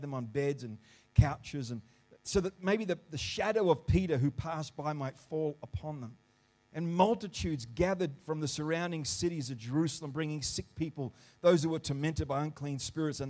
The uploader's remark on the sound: The live stream of Destiny Church Atherton.